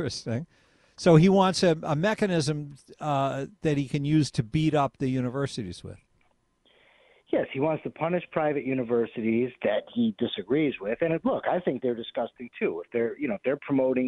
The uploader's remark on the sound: take a few more phone calls